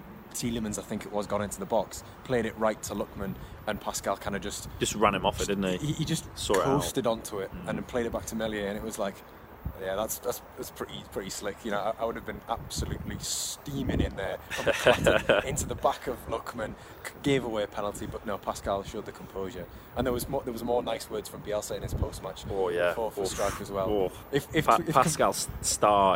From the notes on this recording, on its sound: LIVE from Elland Road